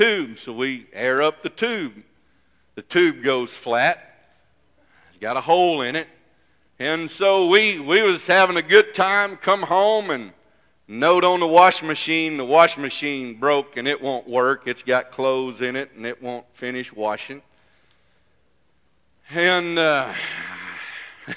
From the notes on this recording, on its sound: This message is broadcast live from First Pentecotal Church in Silsbee Texas.